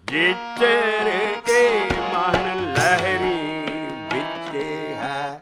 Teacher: ਇੱਕ ਸਿਹਾਰੀ ਬੁਲਾਈ ਨਹੀਂ ਜਾਏਗੀ, ਵਿੱਚੇ ਹੈ, ਦੋ ਸਿਹਾਰੀਆਂ ਬੁਲਾਉਣੀਆਂ